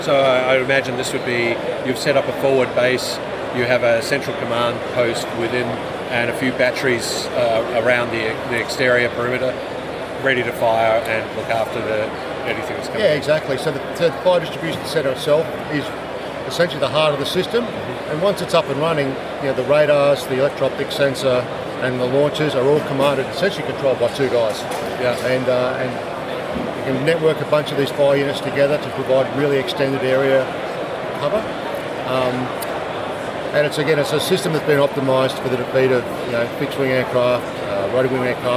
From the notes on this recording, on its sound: We release an interview recorded at Avalon 2023.